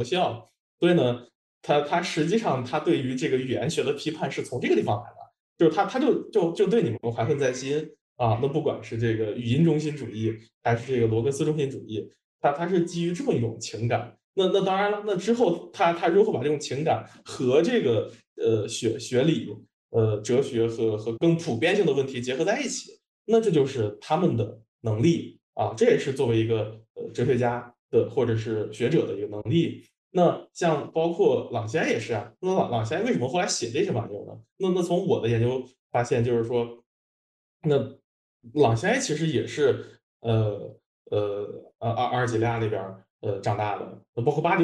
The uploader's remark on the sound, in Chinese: 本期节目为一次线上讨论的录音